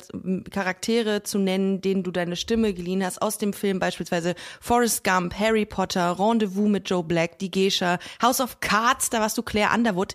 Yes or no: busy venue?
no